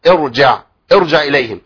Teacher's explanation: الراء هنا في أول الكلمة لأن قبلها همزة وصل، فالراء ساكنة في أول الكلمة، دي تفخم قولا واحدة